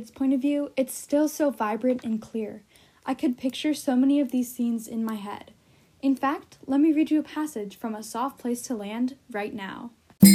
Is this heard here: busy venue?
no